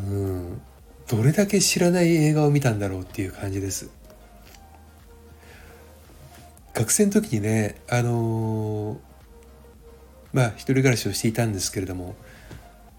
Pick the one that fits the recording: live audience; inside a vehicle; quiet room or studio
quiet room or studio